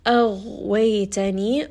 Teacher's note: Ghain is also a letter of rikhawa, meaning that when we have this letter with a sukun, we do have to rest on this for a little bit. So make sure that you are resting on this and that it is heavy.